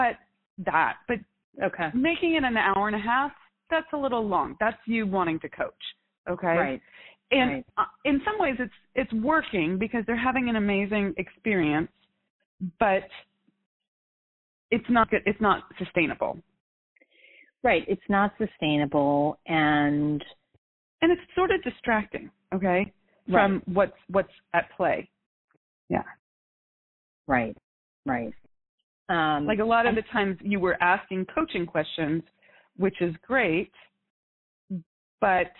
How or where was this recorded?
phone line